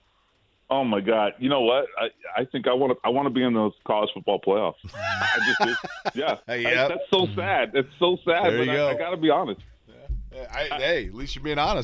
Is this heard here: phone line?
yes